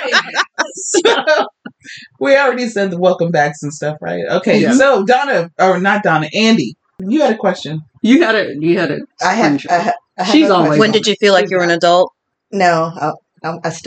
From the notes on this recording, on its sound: Sound issues still tried to derail us